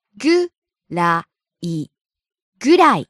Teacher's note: Falls on the second syllable, ら。